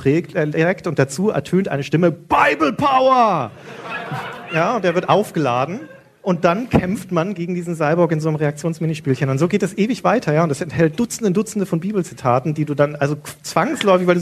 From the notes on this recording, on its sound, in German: Liveaufnahme vom Auftritt der Herren Podcaster auf dem Game Fest in Berlin im April 2016